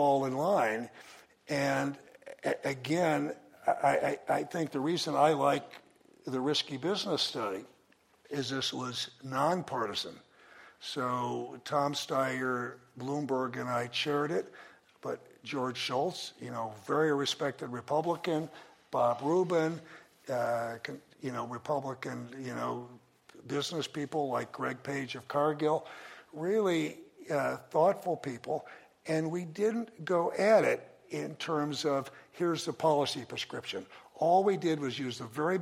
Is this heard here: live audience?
yes